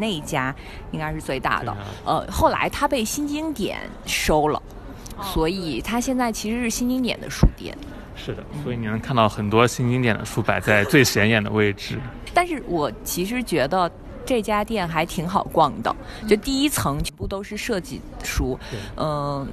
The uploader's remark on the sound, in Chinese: 即兴现场。三位主播逛遍北京大大小小独立书店，在现场为听众点评。